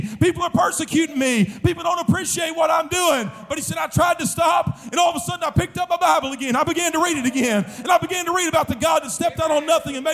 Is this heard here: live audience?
yes